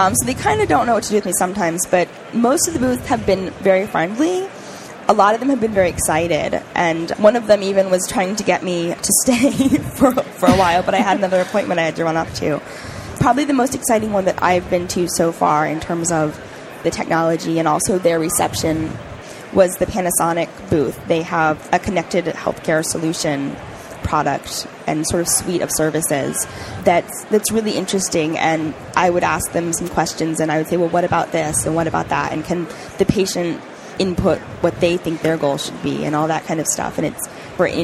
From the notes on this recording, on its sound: The episodes were broadcast live in CTGHS’s booth at the The HIMSS15 Annual Conference and Exhibition. The interviews were recorded. Live from the HIMSS 15 Exhibition floor in Chicago.